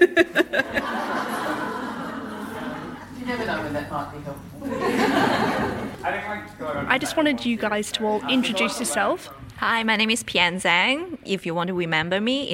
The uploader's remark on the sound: We gate-crashed the 2017 University of Melbourne professional Staff Conference